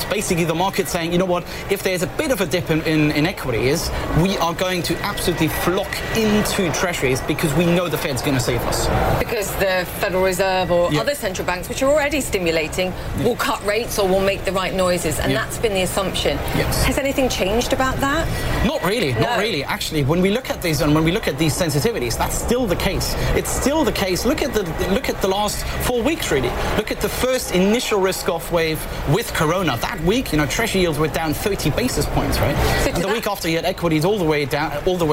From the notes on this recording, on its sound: Live from the New York Stock Exchange.